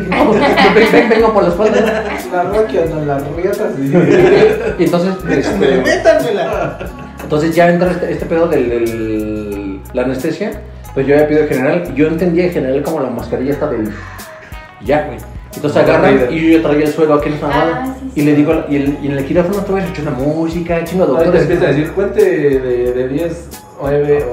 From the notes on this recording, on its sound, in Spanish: Episodio piloto trabajaremos en el audio.